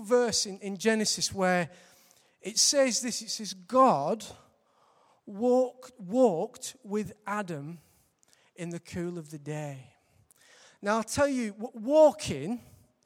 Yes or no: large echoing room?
yes